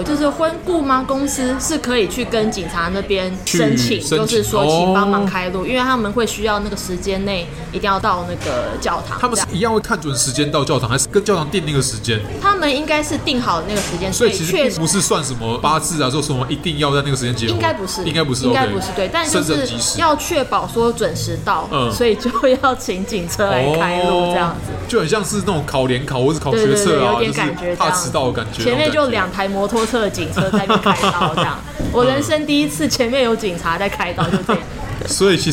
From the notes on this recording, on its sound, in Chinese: 本集白噪音指數：微風級 2/5。錄音地點： Toasteria Cafe 吐司利亞 - 永康店。